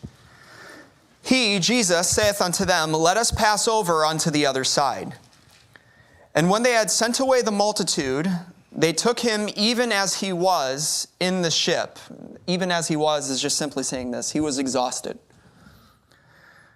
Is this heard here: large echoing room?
yes